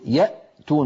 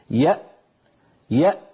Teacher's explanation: إذا نطقنا همزة ساكنة نقول يأتون مثلا، يأ فنجد بأن الوترين الصوتيين ينقفلان تماما ولا يبقى مجال لمرور ذرة من الصوت